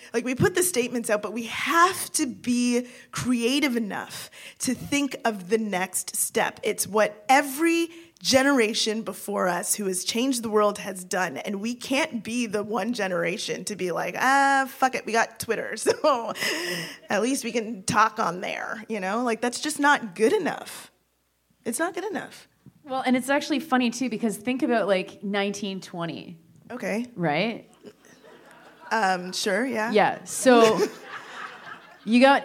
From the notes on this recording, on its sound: Live at the Revue Cinema. Were live in Toronto.